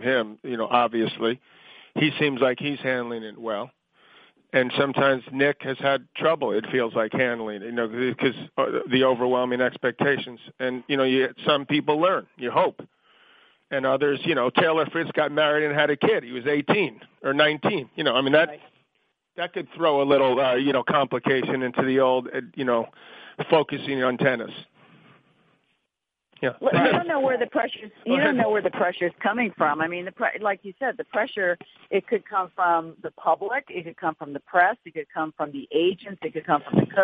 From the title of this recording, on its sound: U.S. Open Conference Call